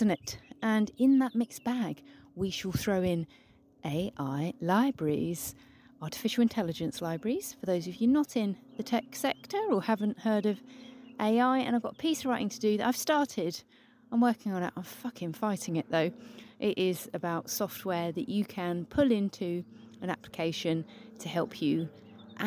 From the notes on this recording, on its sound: this episode has been recorded in the great outdoors